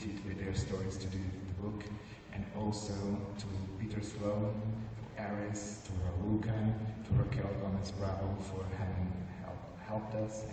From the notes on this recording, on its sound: Presentation on October 23, 2015 at Wonca Europe Conference in Istanbul, Turkey